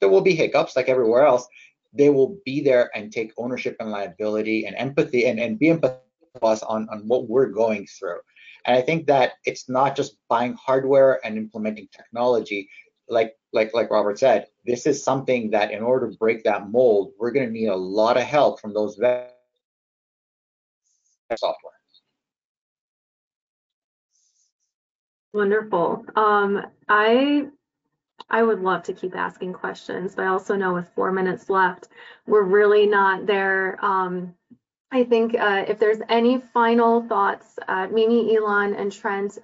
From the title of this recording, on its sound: Realcomm Webinar